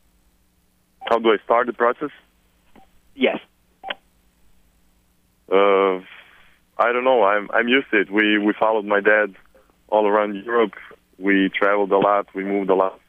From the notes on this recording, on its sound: conference call